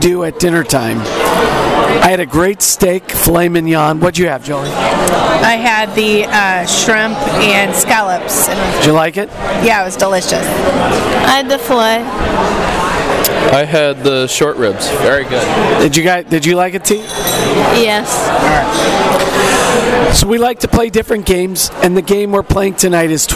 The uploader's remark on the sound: We're "live" from the parks. Live From Walt Disney World 2022. We're checking in from Moonlight Magic in Disney's Hollywood Studios, Adventureland in The Magic Kingdom and Guardians of the Galaxy from EPCOT.